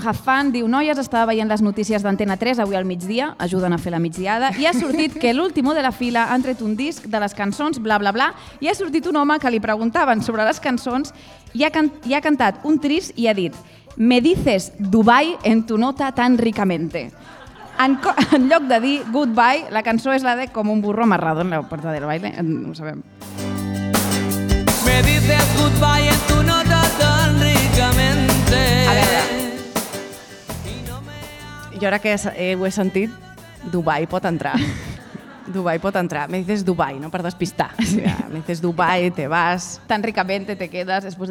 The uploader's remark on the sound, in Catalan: Programa en directe des de la Fàbrica Damm a la Jornada de Pòdcasts per combatre la Pressió Estètica.